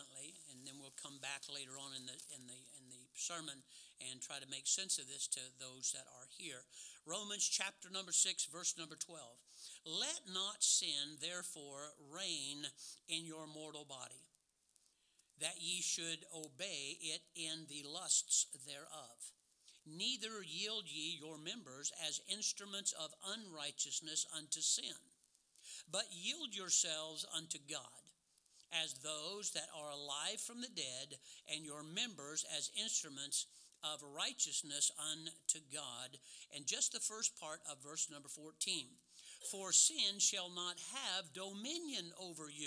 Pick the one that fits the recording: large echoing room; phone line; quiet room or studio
large echoing room